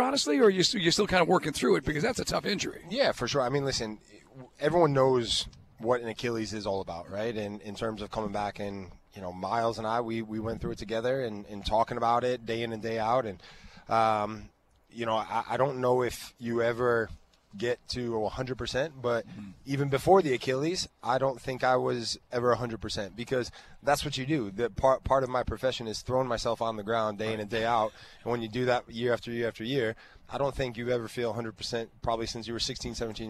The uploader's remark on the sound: LIVE at the Benz